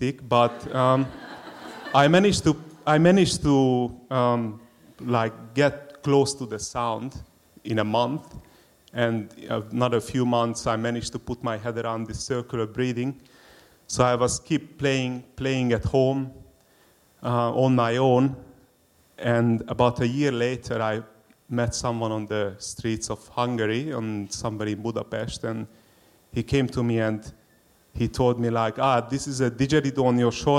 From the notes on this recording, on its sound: SPUN: True Stories Told in the Territory is a live storytelling event that showcases some of the extraordinary people and stories that make up the Northern Territory.